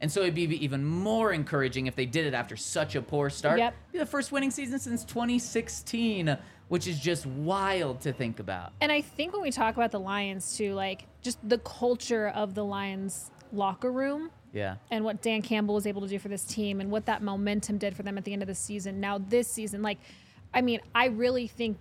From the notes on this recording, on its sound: coming to you LIVE from the DNVR Bar